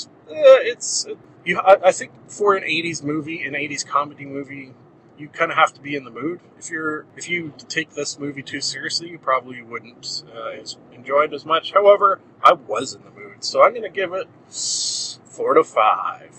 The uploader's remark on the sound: Somehow driving the missuss's's car effected the audio.